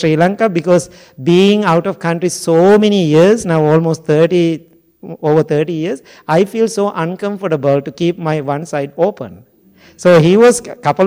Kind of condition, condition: setting, large echoing room